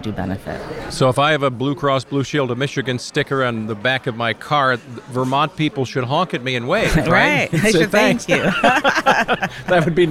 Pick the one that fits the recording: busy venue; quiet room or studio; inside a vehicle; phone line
busy venue